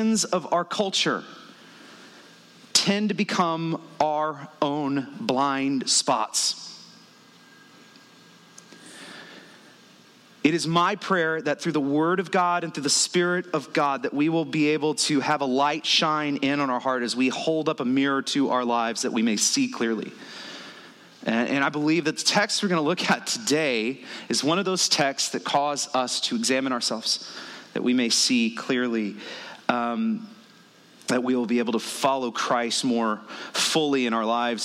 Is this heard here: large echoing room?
yes